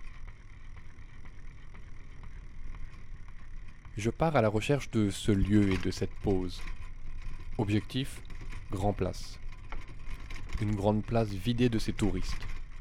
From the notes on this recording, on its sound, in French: Paysage sonore vers le centre-ville de Bruxelles. Ce soir une émission préparée dès l'aube. Le soleil se lève sur tois gars pas frais dont les oreilles découvrent une biodiversité des voix et des sons, une jungle de possibles quand la ville s'est arrêtée de nous battre les tympans. Monte sur son vélo avec son casque audio; il se fait paysager sonore du centre-ville, en suivant le son qui parle et ce que ceux qui y vivent lui racontent.